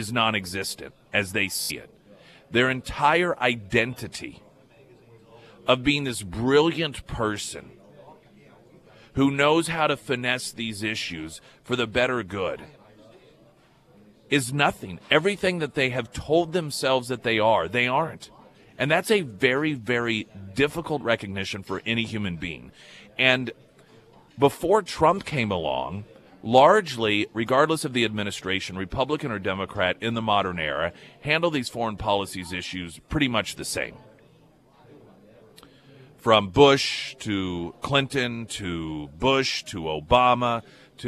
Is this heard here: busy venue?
yes